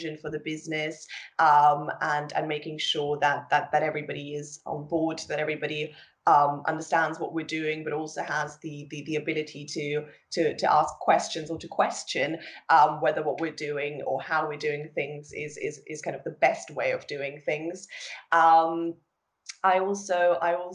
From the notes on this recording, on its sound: joined over Skype